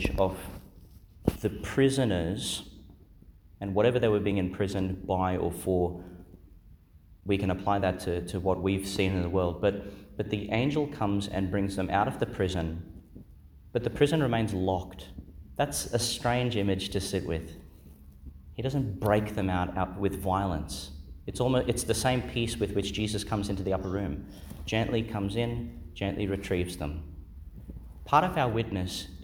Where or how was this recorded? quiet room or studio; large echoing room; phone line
large echoing room